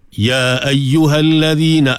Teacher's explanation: dua harakat, sebab hukum dia mad jaiz munfasil di sini. Baik, kita baca empat ataupun lima lah.